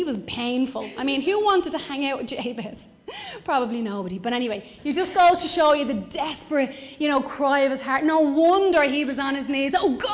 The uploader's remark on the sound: Recorded live in Liberty Church